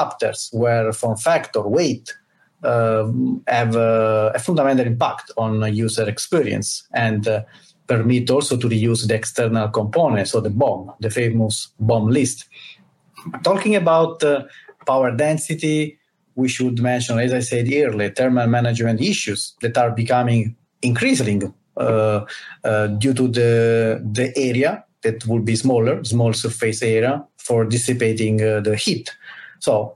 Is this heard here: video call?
yes